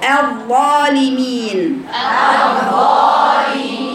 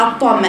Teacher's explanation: أراعي تماما إني وأنا بقرأ الحرف اللي هو هذه الهمزة الموصولة وبعدها حرف مفخم زي الطاء زي الظاء أو الطاء، برقق الهمزة ثم بفخم الحرف الذي يليها